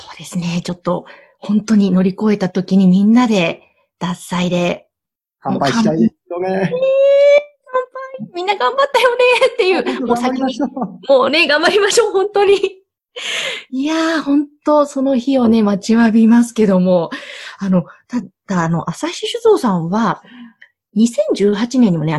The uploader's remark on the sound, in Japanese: Zoom・オンラインでインタビュー収録をしています。